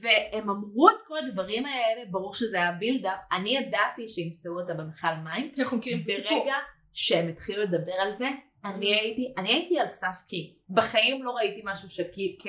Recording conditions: poor sound quality